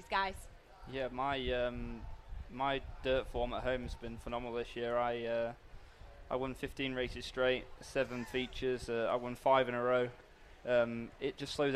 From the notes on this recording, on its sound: Live from The Kings Royal. Night #3 from Eldora Speeday.